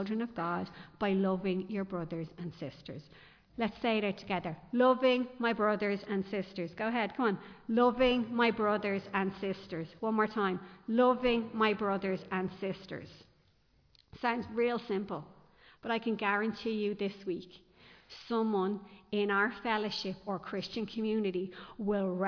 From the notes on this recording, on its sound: Recorded live in Liberty Church